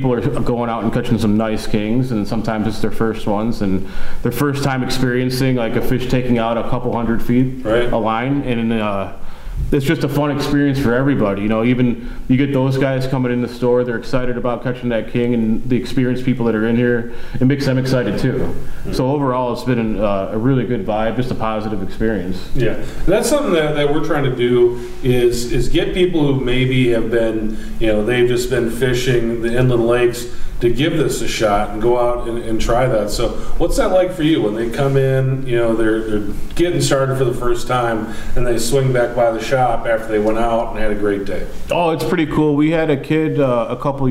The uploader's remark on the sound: This is an excerpt from our roadshow we recorded in June.